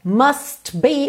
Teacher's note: o T do must quase não aparece